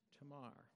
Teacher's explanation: Put that emphasis on that last syllable.